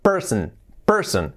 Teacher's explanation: esa terminación O-N, no es on, es in